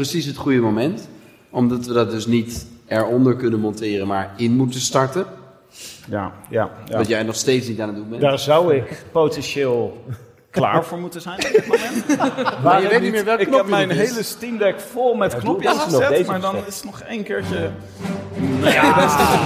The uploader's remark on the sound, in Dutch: Bij hoge uitzondering kwamen uw favoriete bankzitters van de bank om zich te verplaatsen naar Tivoli Vredenburg. Live opgenomen met velen van jullie in aanwezigheid. En met natjes biertjes tijdens en na.